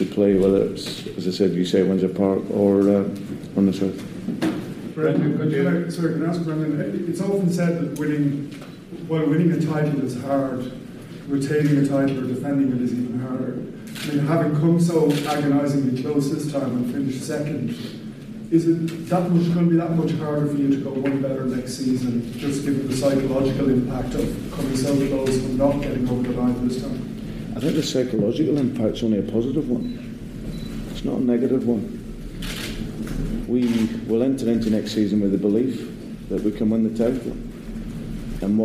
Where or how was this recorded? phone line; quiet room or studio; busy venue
busy venue